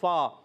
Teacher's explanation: فا ادا ہوتا ہے اوپر والے دانتوں کے کنارے، جب نیچے والے ہونٹ کے تر حصے سے لگتے ہیں تو ادا ہوتا ہے فا. · Term: فا کا مخرج